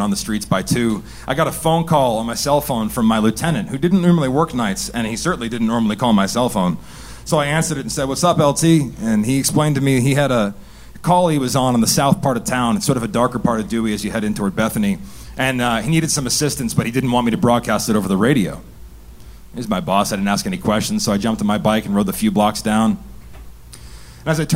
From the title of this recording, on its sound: Live From DC 3!